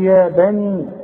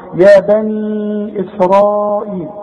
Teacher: ومد اربع حركات عند الوصل علشان بعدها همزه · Shown in: second take · اذا وقفت تقول يا بني بس، اذا وصلت يا بني